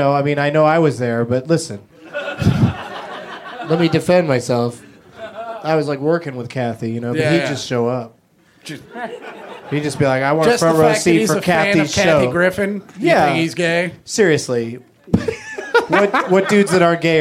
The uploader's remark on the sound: Recorded live at Flappers in Burbank